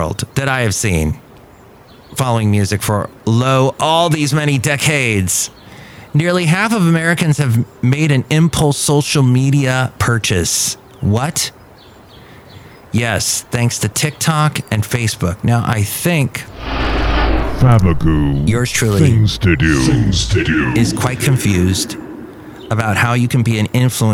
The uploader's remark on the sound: podcasts live from Café Anyway